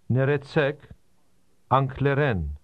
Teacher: Did you hear how the speaker stressed the last part of those two words?